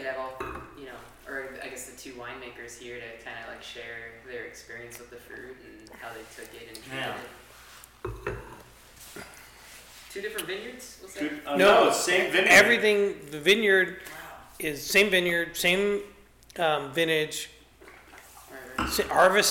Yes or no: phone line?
no